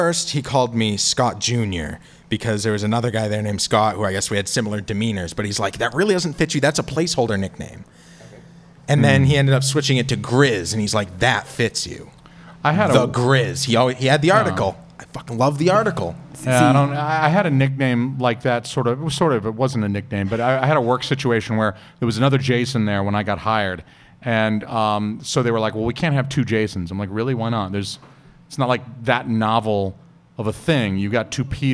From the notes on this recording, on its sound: We go live at Curlies Comedy Club, New Hampshires only comedy club